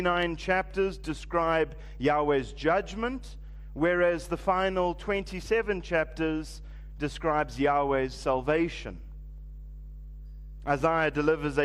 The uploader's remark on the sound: Preached at Living Stone Bible Church, on the 31st of December 2023